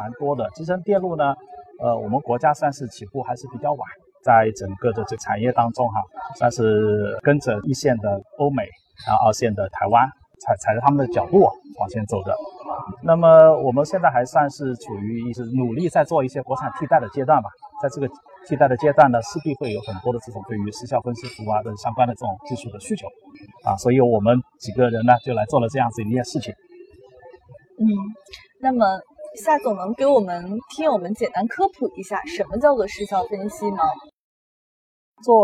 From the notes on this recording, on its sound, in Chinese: 2019年慕尼黑电子展现场